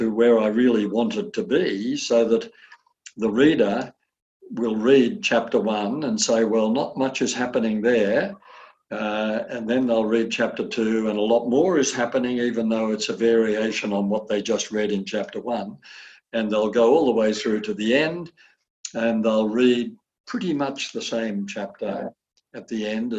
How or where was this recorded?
video call